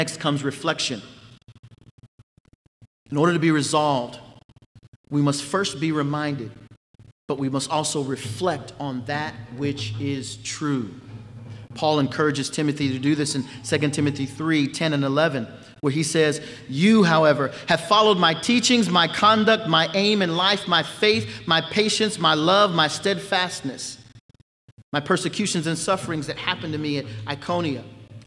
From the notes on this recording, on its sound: At the Founders "Be It Resolved" conference in Nashville, Tennessee before the 2021 Southern Baptist Convention.